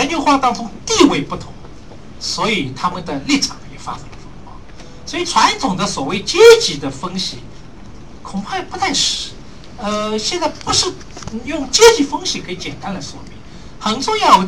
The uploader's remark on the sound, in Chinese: 这场年末讲座。更让现场听讲者云集。面对网上和现场的提问。